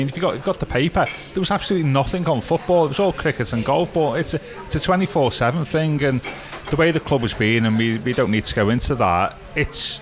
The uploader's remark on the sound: The team once again take a walk through a rainy Liverpool city centre to Lovelock's Coffee Shop.